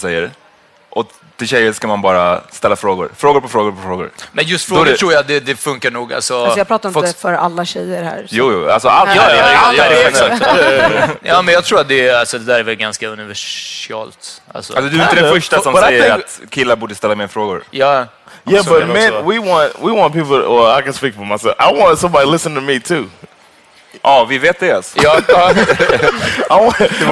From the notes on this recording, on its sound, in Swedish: Live på Kulturhuset